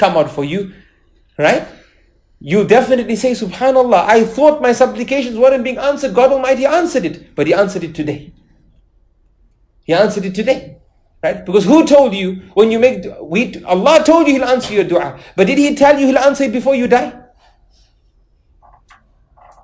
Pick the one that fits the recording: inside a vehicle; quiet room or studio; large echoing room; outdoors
large echoing room